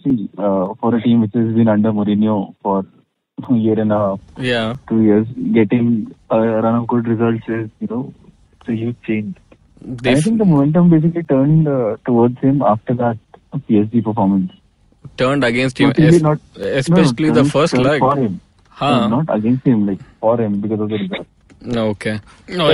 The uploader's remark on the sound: joined by his trusted fellowmen over the phone